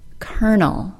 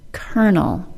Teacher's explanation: The O-L-O part of the word is simply pronounced as schwa plus R, giving us kernel.